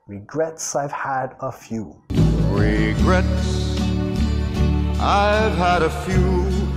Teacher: Pegar la S al final de regrets